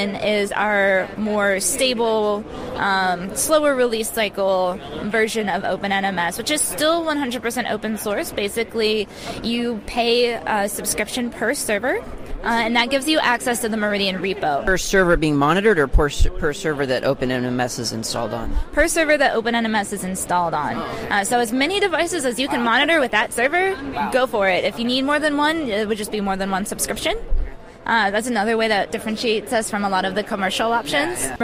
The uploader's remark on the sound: At the All Things Open Conference. OpenNMS at All Things Open Conference.